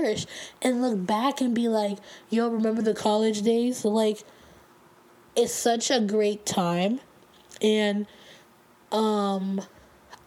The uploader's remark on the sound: I sound rough and keep breathing and making noises. I am still getting over a bad cold.